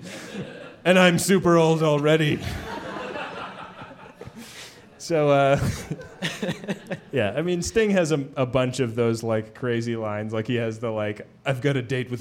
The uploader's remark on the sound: It's our third ever live show, recorded at Piano Fight in San Francisco!